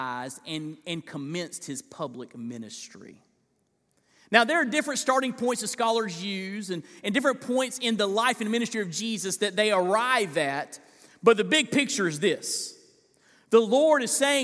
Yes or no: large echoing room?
yes